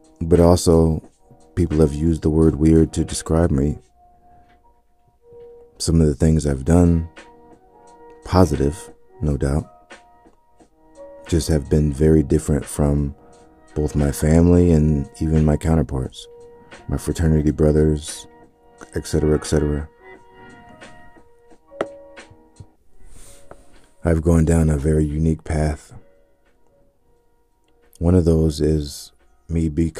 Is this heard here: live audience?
no